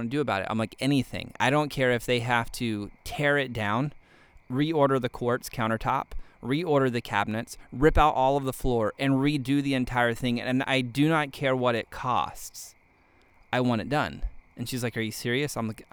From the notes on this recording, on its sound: You may be able to hear the crickets chirping. I'm actually sitting out here on the deck of my new house and it's dark outside, and don't have the podcast set up in the office yet.